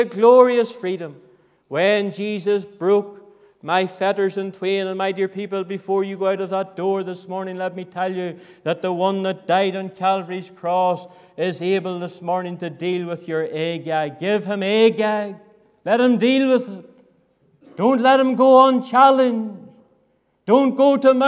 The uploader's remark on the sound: Sunday Morning, 26th November 2023. This audio was recorded at the Lifeboat Fellowship, Grange Corner, Moy.